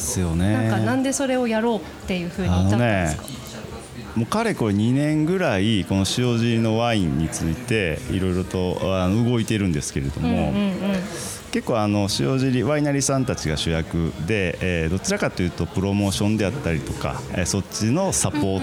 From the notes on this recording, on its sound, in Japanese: 塩尻ワイン専門カフェ＆バー「アイマニSHIOJIRI」さんにインタビュー！営業中のお店の窓際席をお借りしての収録。昼間からワインを楽しむお客さんで賑わうお店の雰囲気と共に。